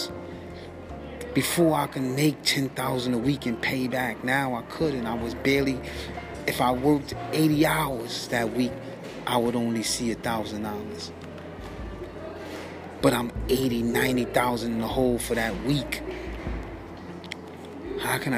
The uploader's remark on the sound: Please forgive me for all the background noice I taped my last two episodes at work and can’t control what goes.